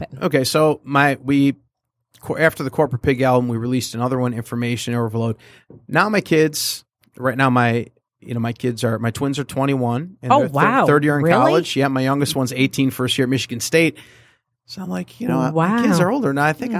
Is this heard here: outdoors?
no